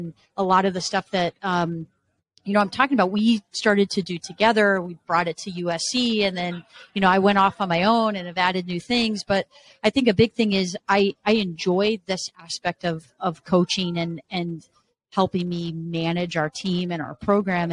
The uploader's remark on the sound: is live on Podcast Row from the United Soccer Coaches Convention in Kansas City, MO